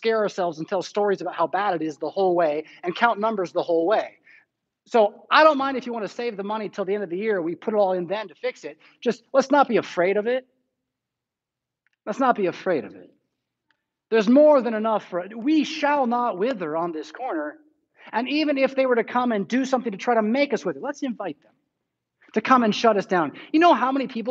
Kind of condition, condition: setting, large echoing room